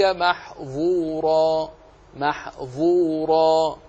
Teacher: هذا فيه إطباق وفيه تفخيم حرف الظاء. أما الذال فهو مستفل وهو منفتح، فقل محذورا ولا تقل محظورا محظورا فيتحول كالظاء.